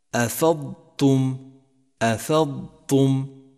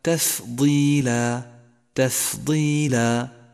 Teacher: فنلاحظ ظهور صفة الاستطالة عند الضاد المشددة والساكنة أكثر منها عند الضاد المتحركة · Shown in: first take